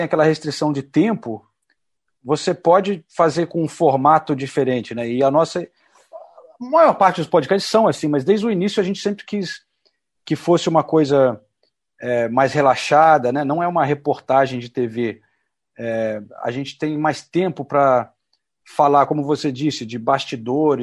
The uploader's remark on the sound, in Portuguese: Direto de Londres. Nessa mesa redonda virtual.